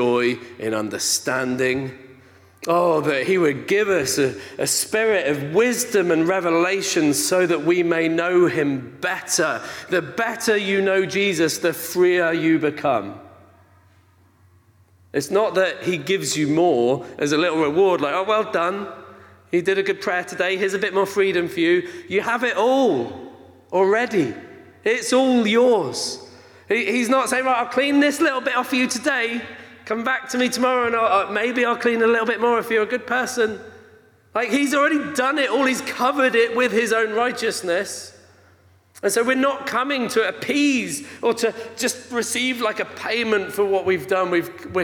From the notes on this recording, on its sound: This message was recorded during a Sunday morning gathering.